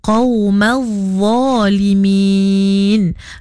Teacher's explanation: makhraj huruf za tu nya sama makhraj macam kita nak nyebut huruf zal dan tha, kena keluarkan sedikit lidah. Tapi za tu kita kena tebalkan bunyinya lah.